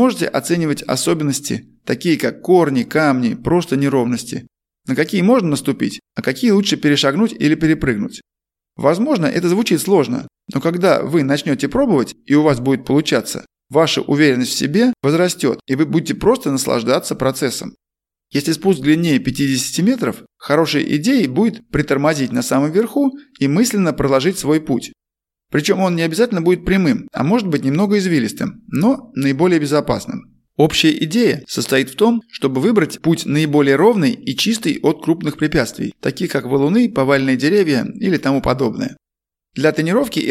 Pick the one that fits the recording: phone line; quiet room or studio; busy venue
quiet room or studio